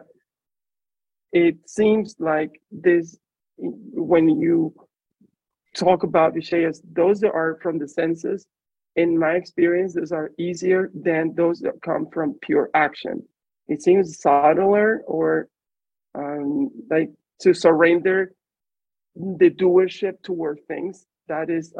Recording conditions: video call